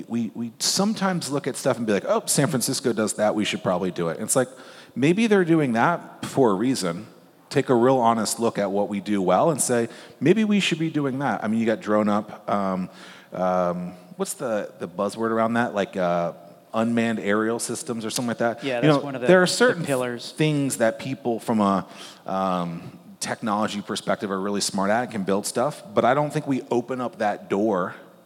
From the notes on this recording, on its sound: This episode is part three of three Fervent Four Show episodes that were recorded at the Mighty Dream Forum.